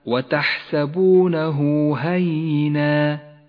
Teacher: مد الصلة الصغرى بمقدار حركتين في قوله تعالى وتحسبونه هينا، هاء الضمير قبلها حرف متحرك هو النون وبعدها حرف الهاء، تمد إشارة الصلة بمقدار حركتين